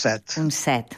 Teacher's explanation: jo recomanaria pronunciar set en veu oberta perquè les paraules noves monosil·làbiques tendeixen a la vocal oberta, a la E oberta i a la O oberta.